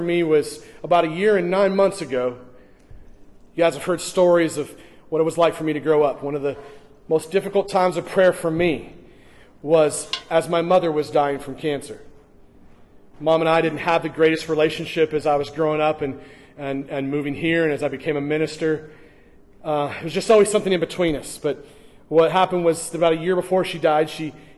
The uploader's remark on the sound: during the morning gathering at First Baptist Church in Hastings, NE